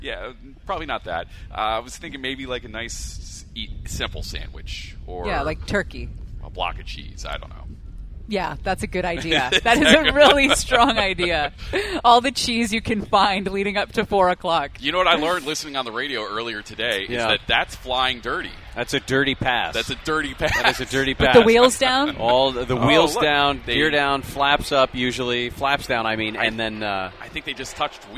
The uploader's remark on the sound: We are LIVE from the Great Pacific Airshow in Huntington Beach all day today!